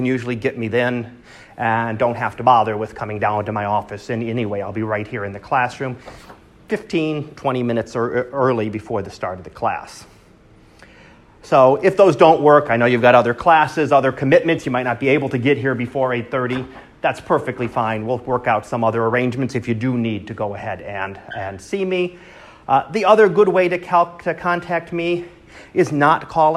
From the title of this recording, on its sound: Live Class Lecture